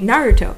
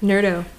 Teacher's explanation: The T softens to a D. · Shown in: second take · Term: Consonantal shift